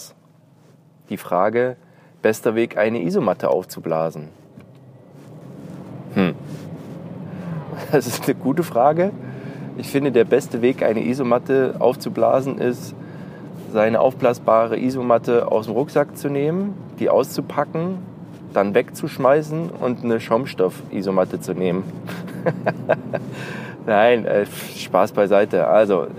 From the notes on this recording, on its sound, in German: Prepared! on the Road - Q&A im Auto.